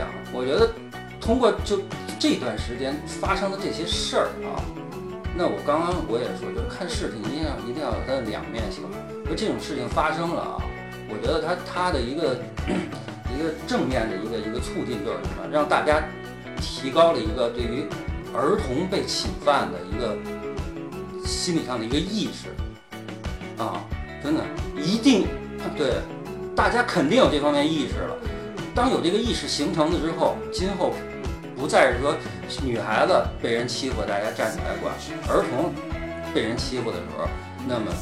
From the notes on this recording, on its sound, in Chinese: 昨晚临时起意录了这期节目，由于前期准备不足，录制场地带有杂音。